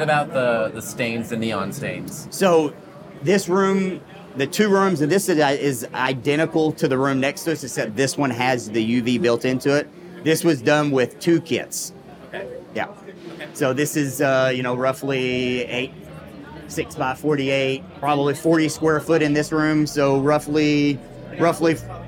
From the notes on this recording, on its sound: This episode was recorded live during Transworld.